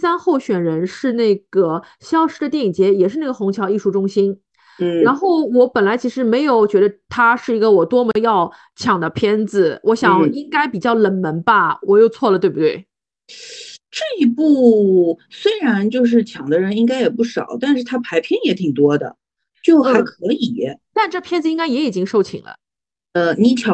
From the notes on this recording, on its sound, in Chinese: 本期节目是线上录制，音质欠佳，先抱歉了